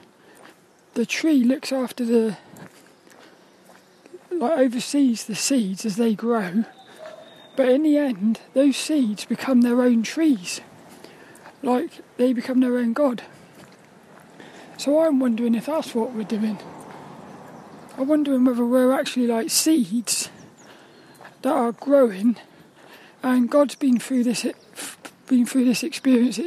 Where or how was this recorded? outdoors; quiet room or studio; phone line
outdoors